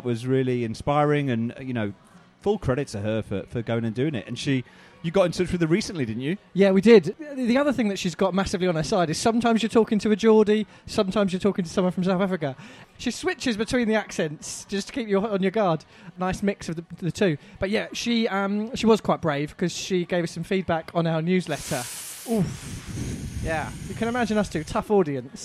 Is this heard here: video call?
no